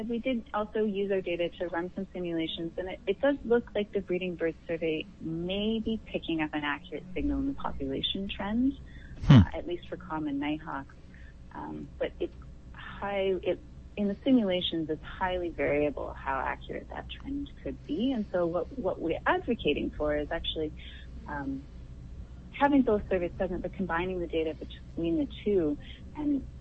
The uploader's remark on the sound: Joins me on the line from Edmonton.